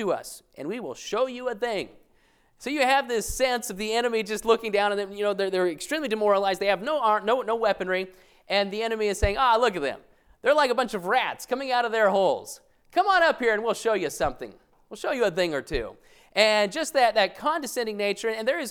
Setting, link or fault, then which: setting, large echoing room